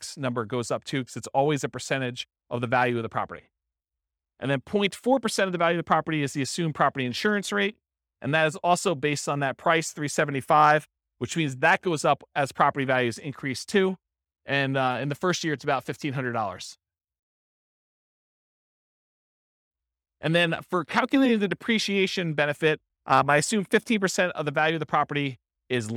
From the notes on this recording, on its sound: This was a live class recorded